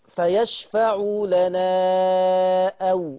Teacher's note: خلي بالك من المد لأن التجريد ما فيهوش قصر